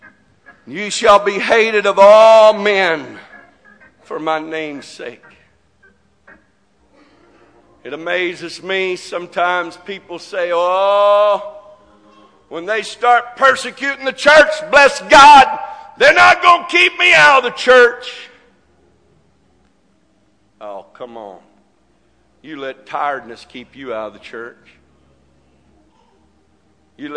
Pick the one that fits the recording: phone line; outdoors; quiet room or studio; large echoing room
large echoing room